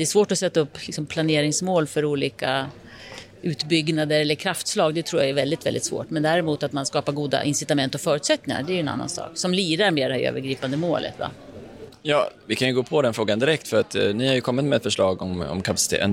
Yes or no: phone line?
no